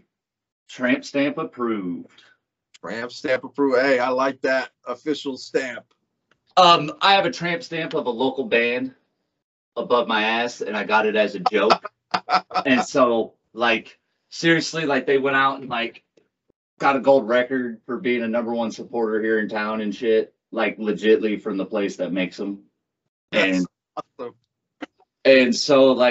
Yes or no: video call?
yes